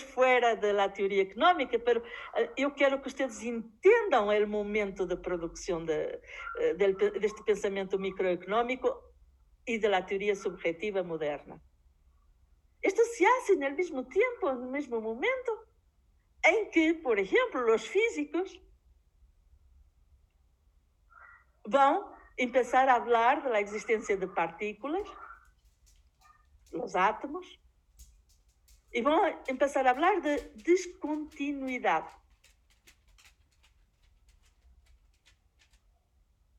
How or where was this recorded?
large echoing room